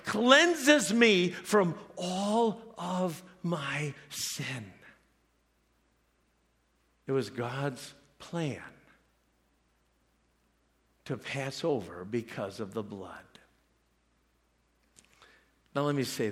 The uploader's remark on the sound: preached this message at CrossPoint Church